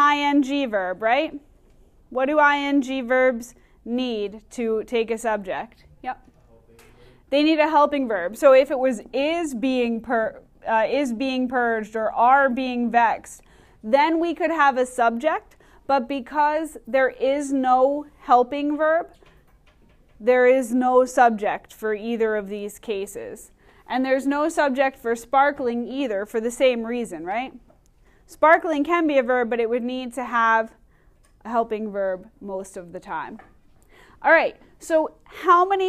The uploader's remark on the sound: Recorded in class on 2/7/2020